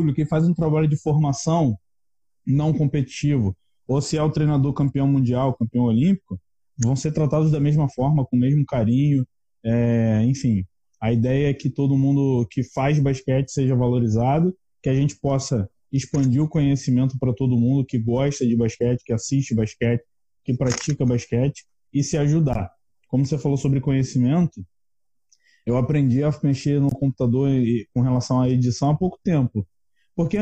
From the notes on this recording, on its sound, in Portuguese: Episódio que foi gravado durante um bate-papo de super aprendizado por uma live do INSTAGRAM